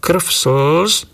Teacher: V týchto nárečiach takisto nie sú dvojhlásky a sú tu slabičné spoluhlásky r a l, krv, slz, a spoluhláska v sa dôsledne spodobovala na f, vtedy spev slivka, a takisto sa tu nevyskytujú ani zdvojené spoluhlásky a tak máme podoby maký, preca, vačí.